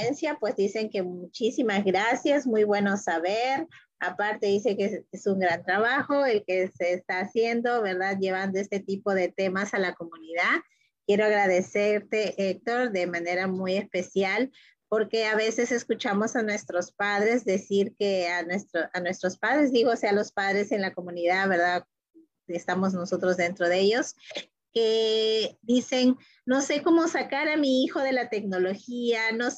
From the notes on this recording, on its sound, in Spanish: por Zoom y Facebook en vivo